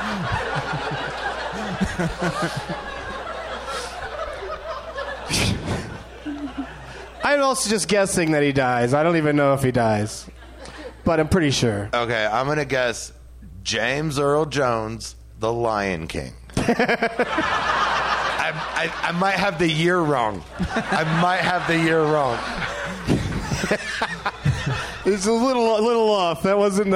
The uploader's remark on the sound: Live from the Helium Comedy Club in Portland, OR